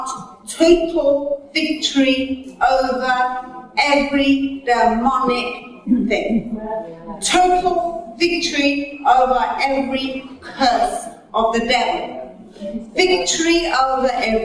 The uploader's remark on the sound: Recorded at a teaching meeting